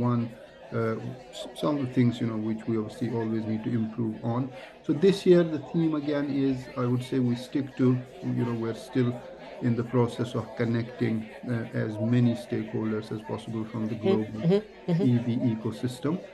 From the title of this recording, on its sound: LIVE at Excel London - London EV Show 2023